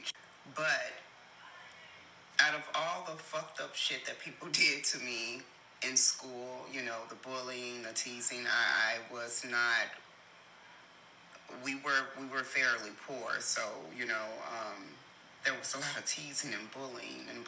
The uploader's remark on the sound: So, please forgive any background noise.